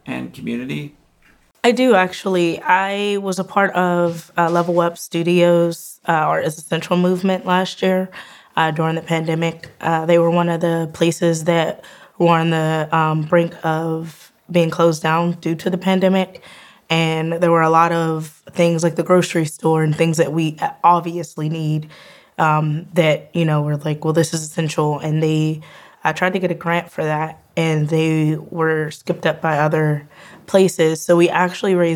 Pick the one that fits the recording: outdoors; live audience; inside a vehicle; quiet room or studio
quiet room or studio